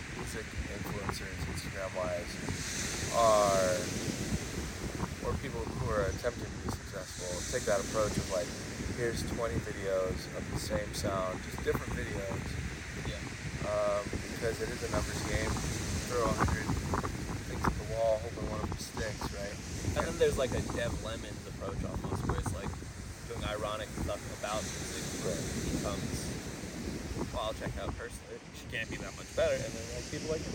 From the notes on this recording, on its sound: enjoy the sounds of the ocean